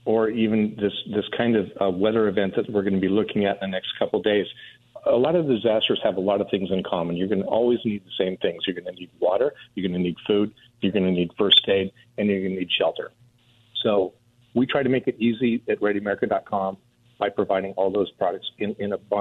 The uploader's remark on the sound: It's also Open Phone Friday and listeners are calling in on any topic.